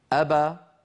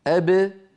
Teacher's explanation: أبا ابتعد فيها شيئان، ابتعدت الشفتان وابتعد الفكان، أما أب المقلقلة فابتعد فيها الشفتان دون الفكين.